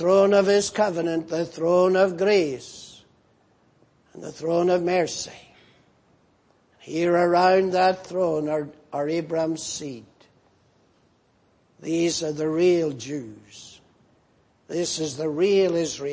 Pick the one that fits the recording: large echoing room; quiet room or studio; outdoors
large echoing room